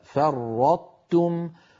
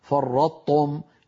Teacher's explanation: فنطبق على طاء ثم نحول إلى تاء · Shown in: first take